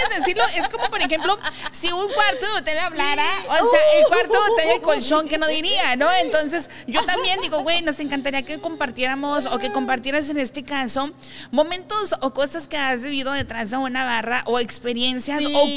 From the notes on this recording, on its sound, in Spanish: En vivo desde La Huacana Night Club